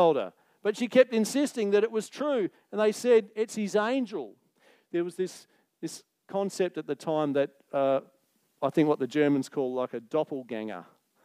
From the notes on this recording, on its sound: Recorded Live on 22nd October 2023. Geraldton Baptist Church.